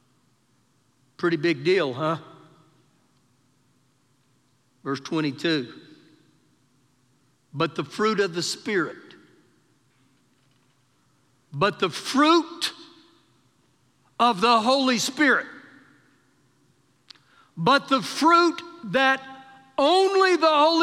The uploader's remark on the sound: Recorded live during our Sunday morning service